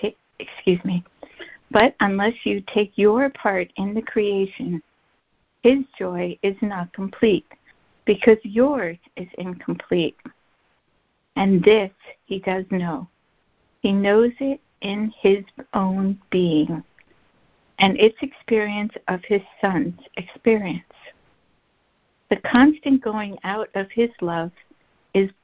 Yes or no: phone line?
yes